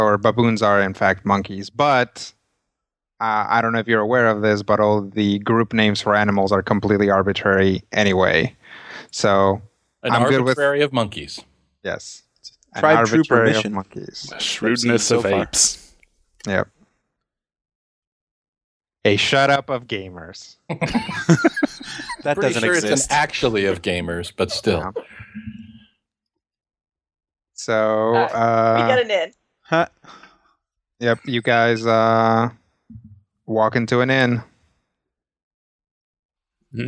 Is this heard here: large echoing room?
no